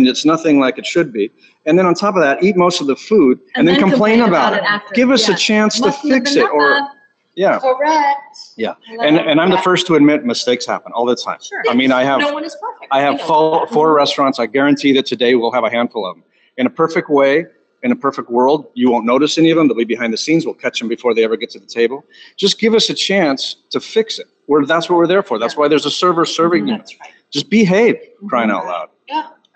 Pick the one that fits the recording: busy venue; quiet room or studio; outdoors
busy venue